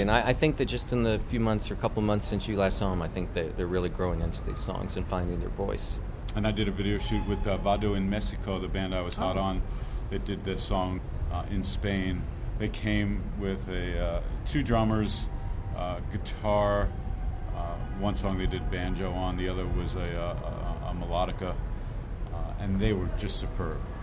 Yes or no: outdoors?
yes